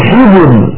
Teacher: هل في ذلك قسم لذي حجر، لاحظ كلمة حجر الراء ساكنة وقبلها الجيم ساكنة وقبلها الحاء مكسورة، إذا نرقق هذه الراء وكأنها ري كأنها مكسورة